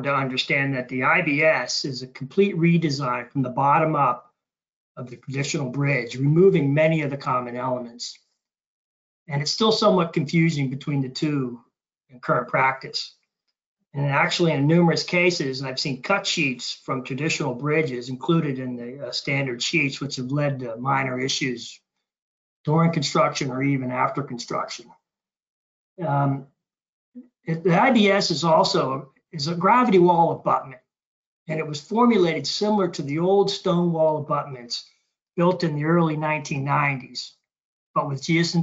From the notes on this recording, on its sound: This is an audio version of the webinar.